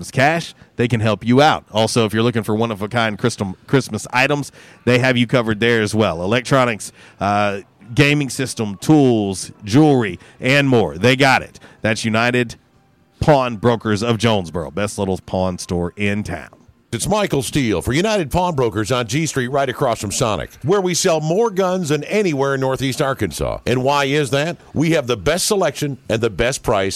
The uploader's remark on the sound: Was “Women Rock Wednesday” LIVE from YesDog Grill! On The Ticket 95.3 Fm/970 AM, Ritter Communications Tubetown 21!